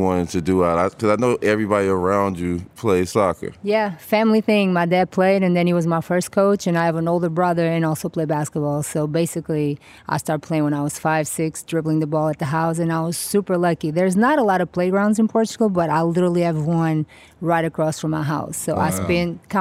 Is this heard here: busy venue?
yes